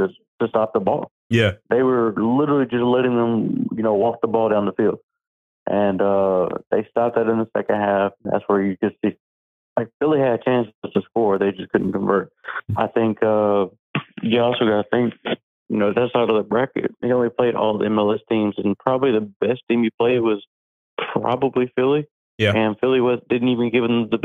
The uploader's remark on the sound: calls in live